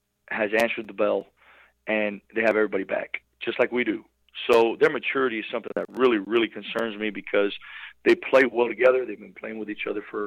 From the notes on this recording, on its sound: LIVE on the Back In Action Hotline. RWRC Radio on The Ticket Radio Network.